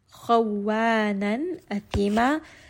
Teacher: Kha is going to be heavy. Wow is light, so do make sure that you switch from heavy to light.